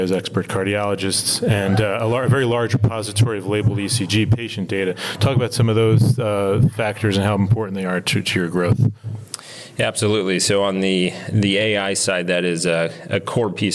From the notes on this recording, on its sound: recorded at JPM in San Francisco